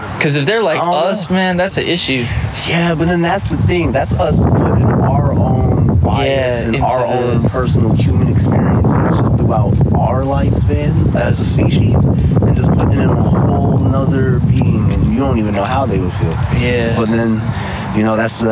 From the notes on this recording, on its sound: Just sitting outside on a sunny windy day